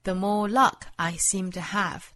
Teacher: 后半句的重读呢在 more, luck 和 have 这几个词上，所以节奏模式是 the more luck I seem to have, da da da